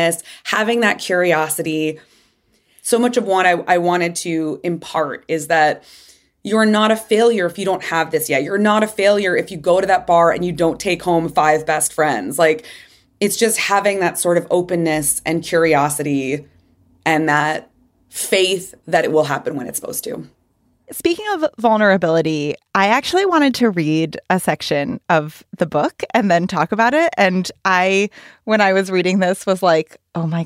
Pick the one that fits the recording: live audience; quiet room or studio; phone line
quiet room or studio